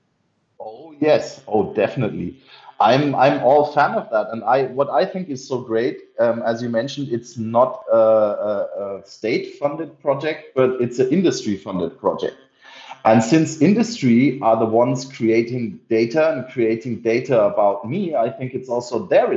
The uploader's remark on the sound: In this episode, we're struggling a lot with our equipment - Slack- and Phone-Calls, Screen Sharing, etc. Technical imperfections. In this episode, we're struggling a lot with our equipment - Slack- and Phone-Calls, Screen Sharing, etc.